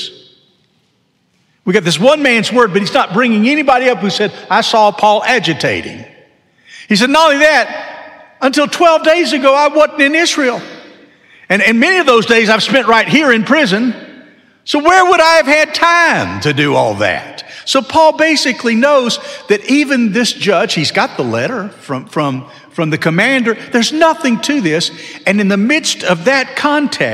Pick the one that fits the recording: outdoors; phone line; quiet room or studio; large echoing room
large echoing room